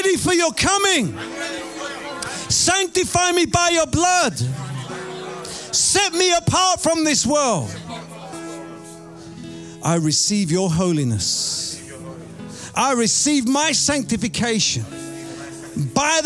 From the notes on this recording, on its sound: Preaching at Oasis Church, Watford, England.